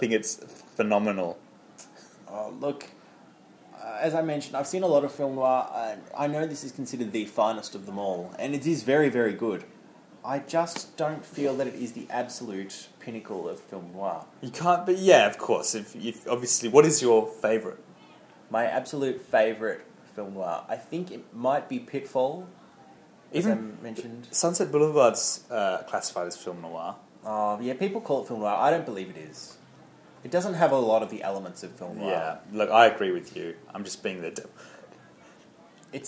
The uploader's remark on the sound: Live from The Blue Dahlia nightclub in downtown Hollywood